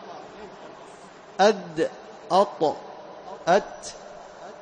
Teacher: طرف اللسان يلامس أصول الثنايا العليا، فهذا مخرج الثلاث الأحرف